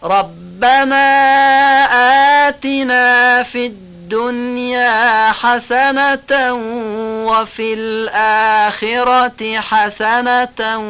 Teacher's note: در وصل همون ت خونده میشه، تنوینش هم در واو بعدی ادغام میشه